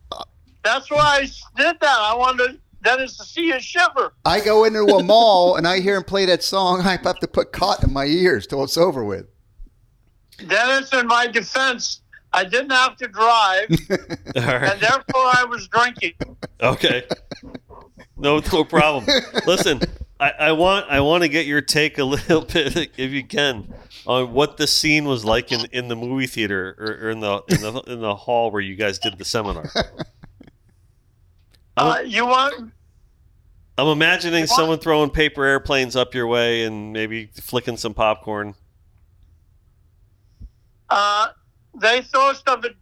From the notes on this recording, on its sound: We also got a chance to take phone calls.